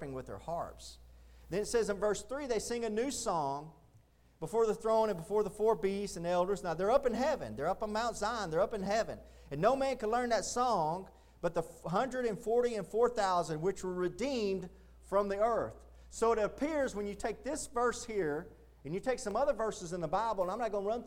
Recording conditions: large echoing room